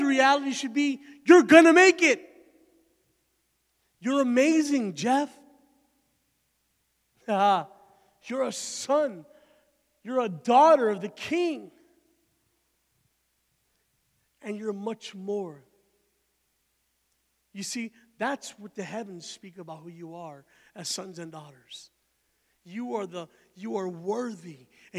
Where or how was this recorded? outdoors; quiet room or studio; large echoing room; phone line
large echoing room